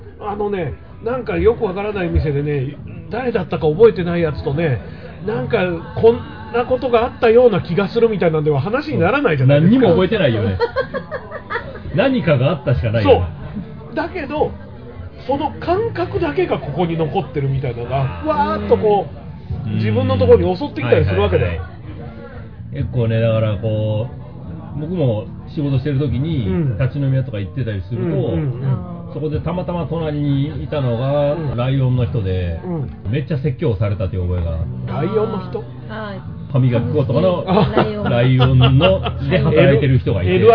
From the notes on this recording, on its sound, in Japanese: 超久しぶりに外で食事しながらの収録でした。美味しい中華とゲストも一緒に良い年初を過ごせました。